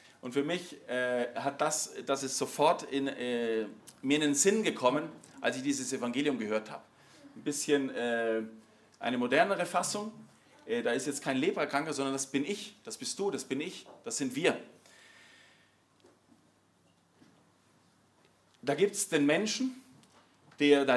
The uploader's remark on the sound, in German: Im Rahmen der Familienmesse. Im Zentrum Johannes Paul II.